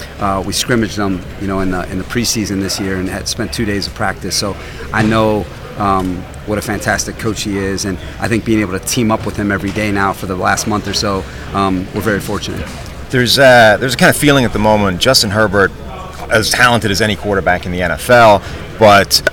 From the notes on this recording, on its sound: live from the 2023 NFL Combine